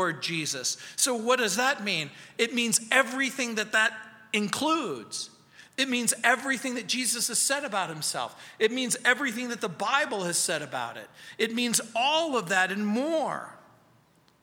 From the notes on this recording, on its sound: at Calvary South Denver in Littleton CO